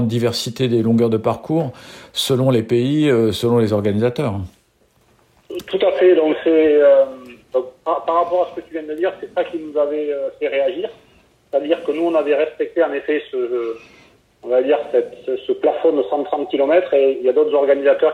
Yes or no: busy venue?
no